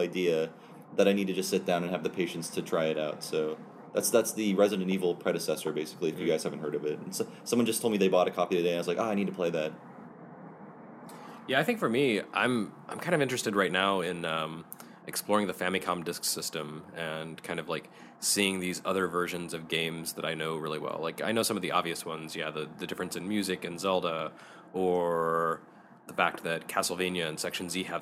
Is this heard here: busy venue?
yes